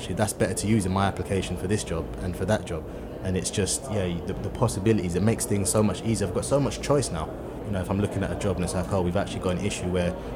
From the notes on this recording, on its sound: Recorded at ISE 2023.